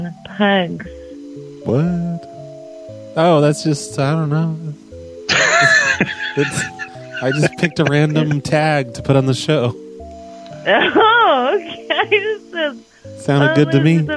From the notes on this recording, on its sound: I’m very sorry about the buzzing noise you hear throughout the entire show.